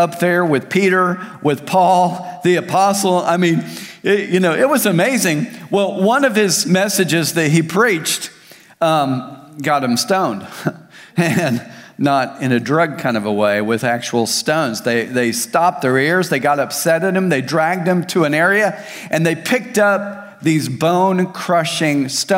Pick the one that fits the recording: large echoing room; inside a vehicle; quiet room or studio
large echoing room